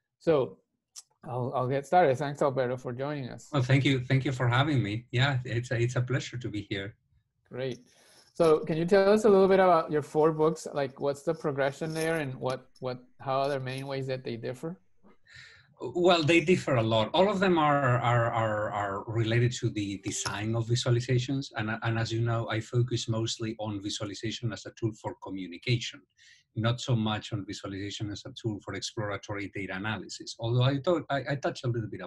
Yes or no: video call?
yes